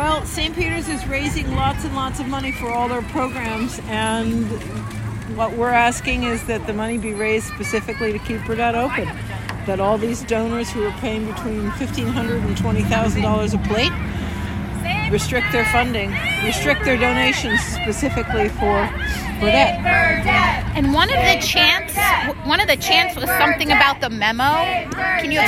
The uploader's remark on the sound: Protests Outside St. Peter's Fundraiser. Recorded at the protest.